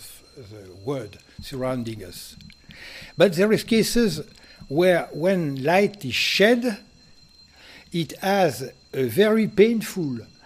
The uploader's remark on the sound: Delivered this lecture on January 16, 2019 at the University of Chicago. Which includes the Q and A session.